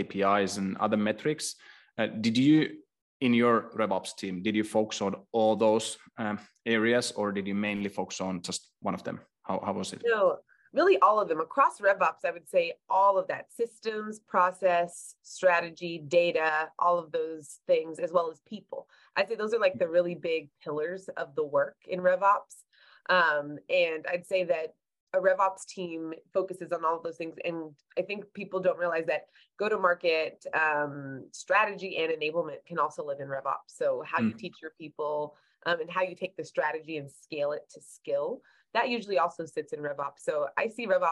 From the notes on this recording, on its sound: This episode is a recording of a webinar hosted by HubSpot and Vainu on 1 December 2022. This episode is a recording of a webinar hosted by HubSpot and Vainu on 1 December 2022.